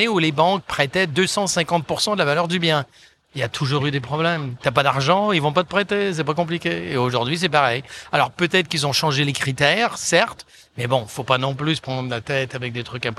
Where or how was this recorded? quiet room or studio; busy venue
busy venue